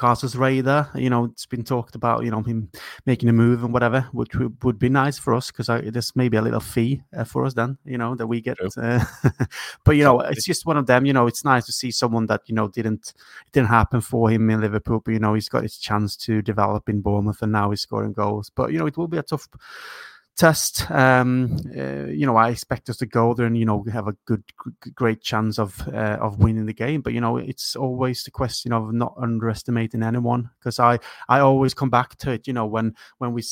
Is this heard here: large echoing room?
no